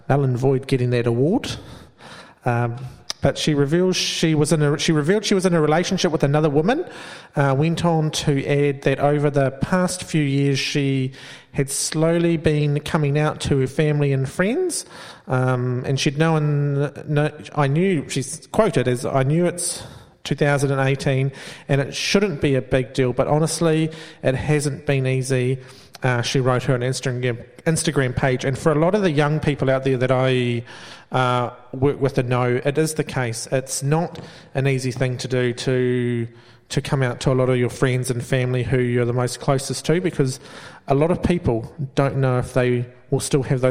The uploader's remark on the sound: live at Venue 409